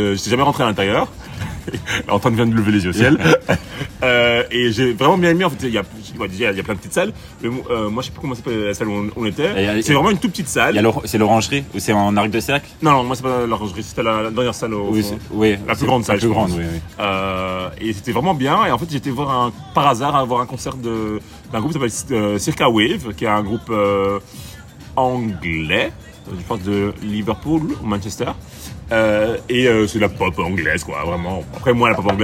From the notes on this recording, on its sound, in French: Episode du printemps enregistré dans la fameuse rue du marché au charbon a Bruxelles.